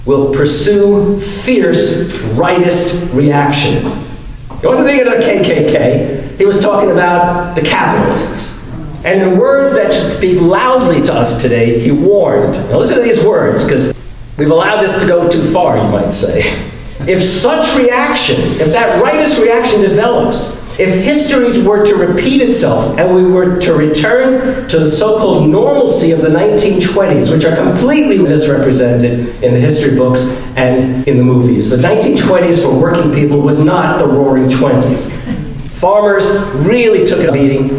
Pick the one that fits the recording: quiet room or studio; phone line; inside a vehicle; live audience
live audience